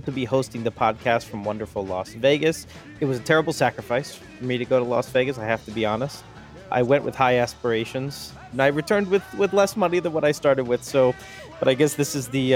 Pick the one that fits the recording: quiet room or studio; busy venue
busy venue